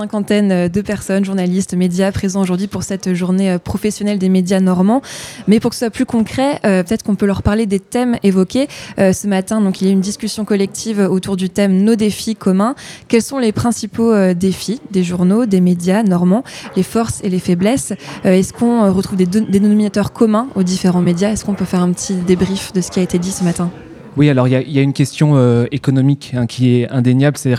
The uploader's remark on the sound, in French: En direct des Ateliers Intermédiaires, à l'occasion de la journée des médias libres en Normandie organisée par Grand-Format.